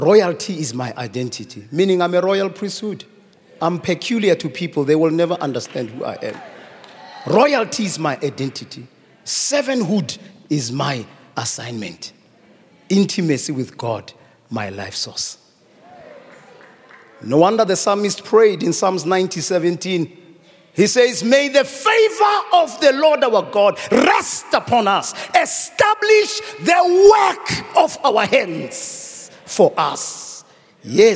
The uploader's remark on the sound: preached at our Annual Home Coming Conference, Word Explosion 2023, hosted at Grace Bible Church Pimville on the 04th of October 2023